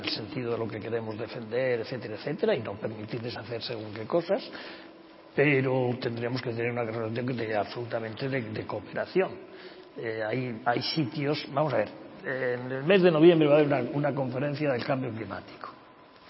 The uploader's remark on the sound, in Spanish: Audio con las ponencias y debates que pudieron escucharse los días 29 y 30 de junio de 2021 en la sede de la Fundación Diario Madrid con motivo de la celebración del XXXIII Seminario Internacional de Seguridad y Defensa.